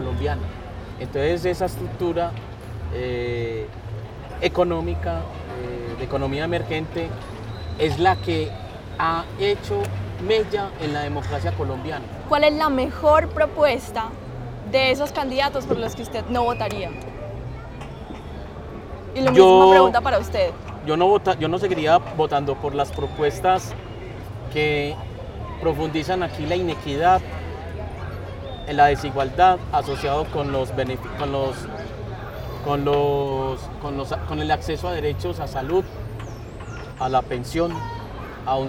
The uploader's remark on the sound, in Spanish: Desde la Plazuela San Ignacio y en medio de una partida de ajedrez grabamos este tercer episodio